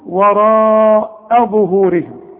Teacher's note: رقق لي الهمزة قوي وبعدين فخم لي الظ